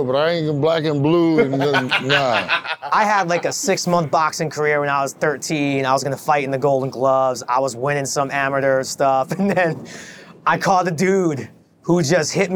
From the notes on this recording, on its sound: Shot on location at Top Golf Las Vegas.